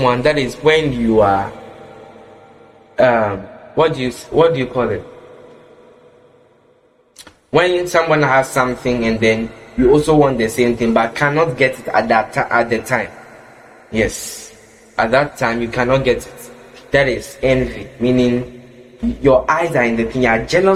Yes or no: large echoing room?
yes